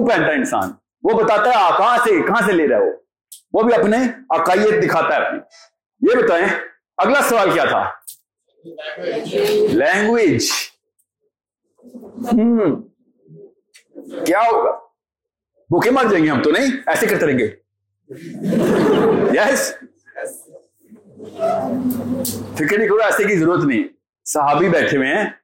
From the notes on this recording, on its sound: Rawalpindi Meetup hosted by Xtreme Commerce. The audience as always was amazing and fully charged.